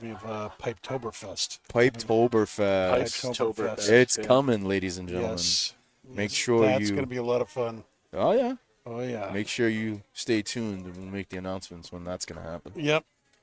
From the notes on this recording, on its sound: Recorded live from the 7-20-4 Lounge!